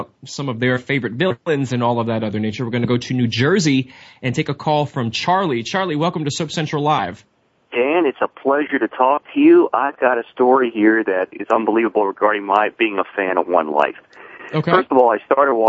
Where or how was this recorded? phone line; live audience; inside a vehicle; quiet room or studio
phone line